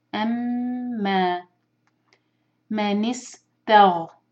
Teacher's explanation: تا کو لائٹ رکھیں گے لیکن غین جو ہے وہ تھوڑا سا ہیوی کریں گے. تا نا، تا اور نا دونوں لائٹ.